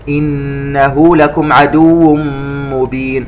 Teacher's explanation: نون مشددة نغنها بمقدار 2 حركات، والتنوين مع الميم إدغام بغنة، عدو مبين.